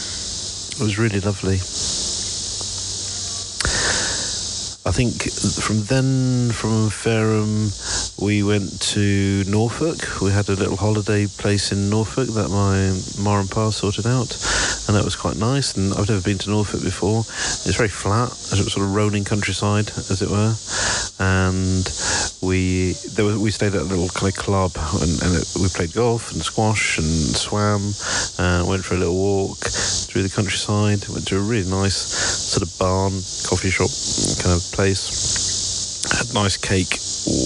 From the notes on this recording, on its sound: Here are a selection of short audio clips, often recorded on the move as I'm traveling.